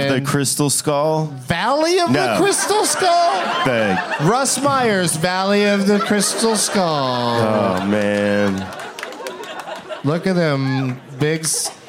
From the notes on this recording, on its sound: Live from the Punch Line in Sacramento